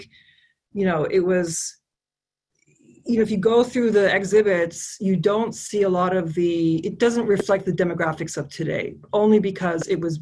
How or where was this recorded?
video call